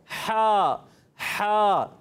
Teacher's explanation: जो हा होता है हलक के दरमियान वाले हिस्से से अदा होता है, तो थोड़ा सा हलक पे जोर देंगे हा हा तो यदा होगा।